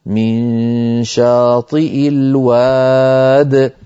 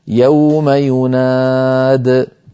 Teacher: كذلك الأمر في المثال الثالث في هذه الصفحة وهو من سورة القصص قوله تعالى من شاطئ الوادي الأيمن، فالوادي أيضا كتبت من غير ياء في آخرها على نية الوصل، فإن وقفنا اضطرارا أو اختبارا نقول من شاطئ الواد من غير ياء في آخرها